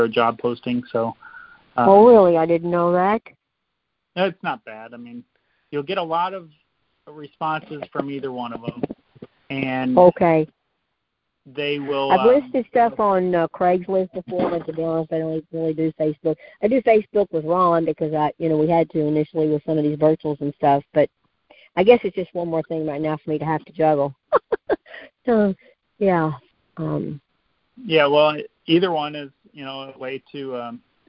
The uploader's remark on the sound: Gold Club Q&A Call